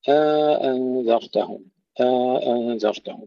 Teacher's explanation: هشام له وجه آخر وهو التحقيق مع الإدخال